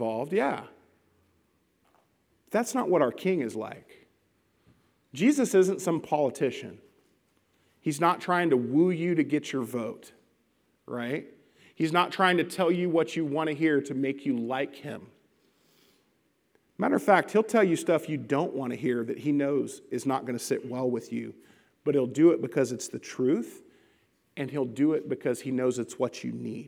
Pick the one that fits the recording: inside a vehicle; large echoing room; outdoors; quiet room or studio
large echoing room